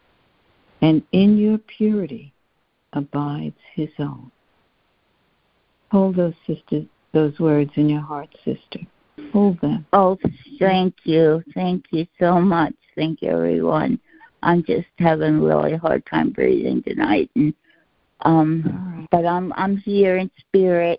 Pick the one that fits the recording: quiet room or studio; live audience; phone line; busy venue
phone line